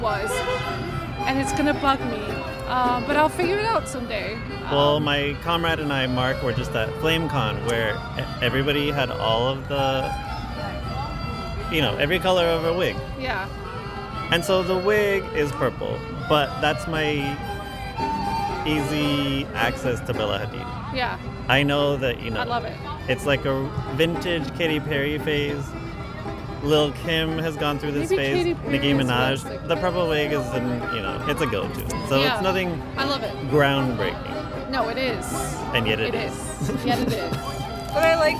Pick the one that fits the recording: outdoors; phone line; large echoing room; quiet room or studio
outdoors